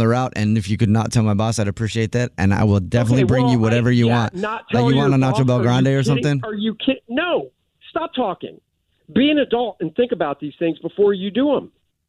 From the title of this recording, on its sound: this Phone Prank